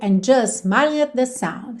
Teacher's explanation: esse smiling, não há tempo realmente para fazer esse ing caprichadinho